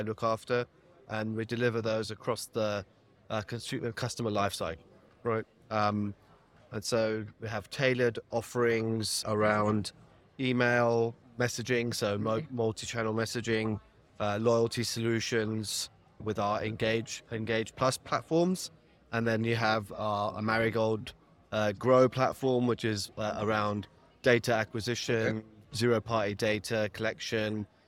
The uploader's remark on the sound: Joining live at the National Retail Federation's Big Show 2024